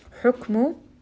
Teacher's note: kaf is going to have hams here, so it has a little bit of air after you have pronounced this letter.